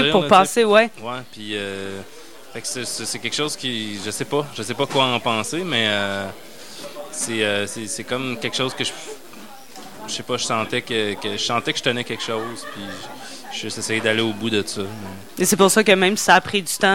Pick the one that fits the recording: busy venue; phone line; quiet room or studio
busy venue